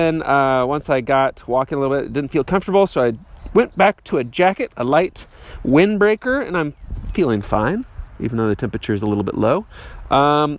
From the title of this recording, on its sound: Walking through the mud at English Landing DGC in Parkville, MO